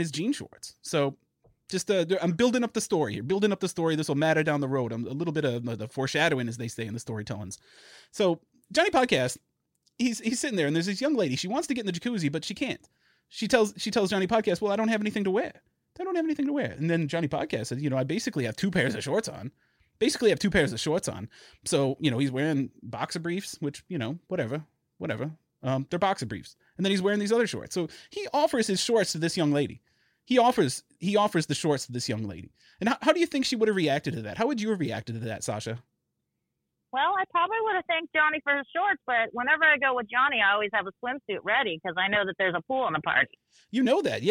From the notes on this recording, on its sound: Our apologies for the sound of the phone call on this episode, we weren’t able to use SquadCast and the sound quality of our guest obviously suffered.